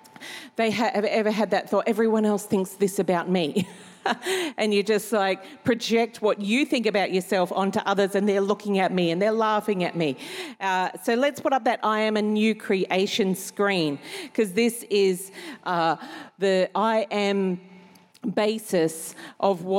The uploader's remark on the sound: Recorded during our 5pm service